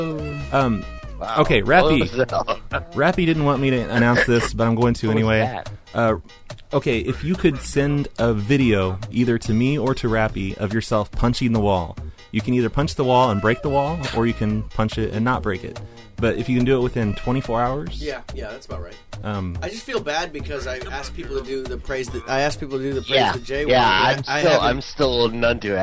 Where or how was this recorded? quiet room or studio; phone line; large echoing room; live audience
phone line